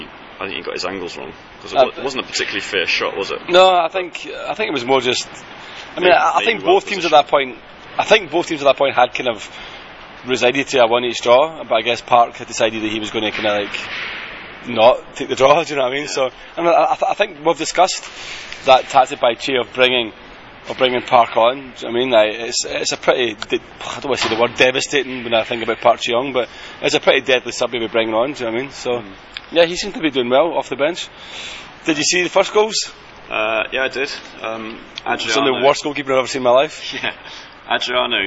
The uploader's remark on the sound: Two Men, One Car Park. The boys meet outside Seoul Station before both head off on travels.